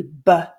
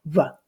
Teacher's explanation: The plosive sound would be b, whereas a fricative would sound more like v.